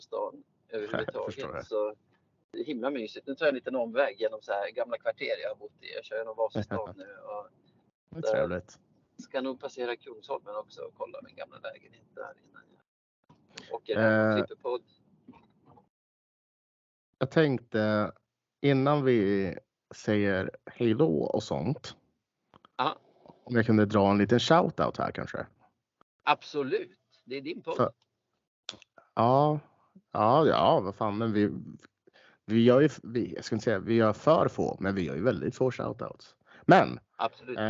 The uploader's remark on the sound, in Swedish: Spelar in från bilen på E18 mellan Västerås, vilket hörs på ljudkvalitén.